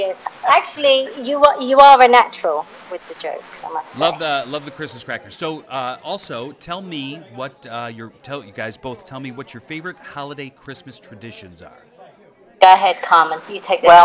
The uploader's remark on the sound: Only once a year can a podcast throw a party. Plagued by audio difficulties and drunken guests.